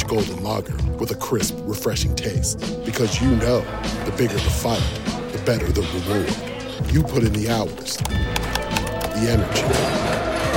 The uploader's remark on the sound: LIVE from the Dome